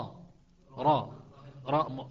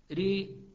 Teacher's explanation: وحينما نقول أمال الراء يعني كسر الراء فرققت والألف جنح بها نحو الياء · Shown in: second take · Term: الإمالة